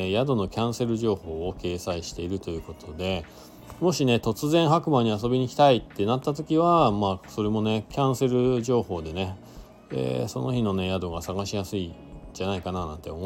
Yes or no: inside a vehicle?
yes